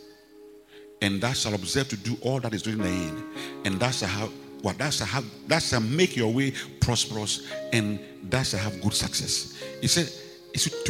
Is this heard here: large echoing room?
yes